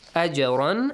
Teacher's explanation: أَجْرًا actually is pronounced with an echoing sound.